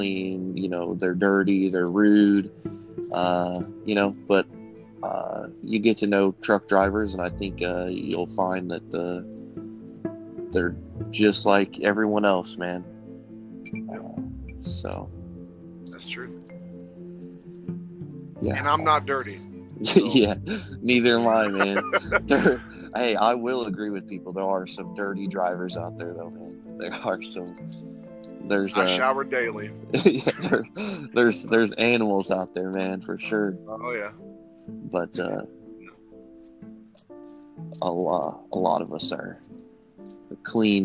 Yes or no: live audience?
no